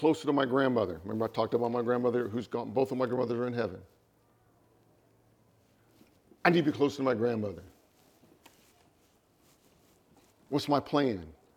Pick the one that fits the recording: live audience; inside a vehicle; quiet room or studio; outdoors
live audience